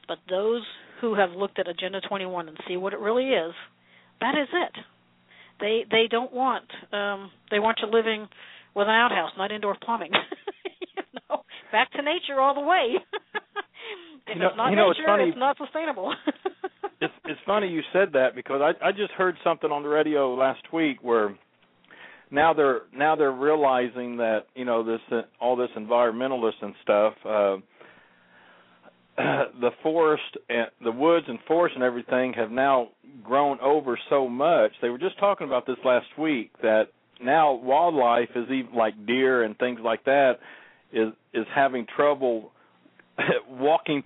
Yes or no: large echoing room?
no